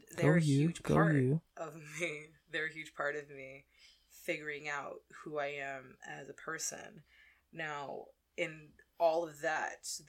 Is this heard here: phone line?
no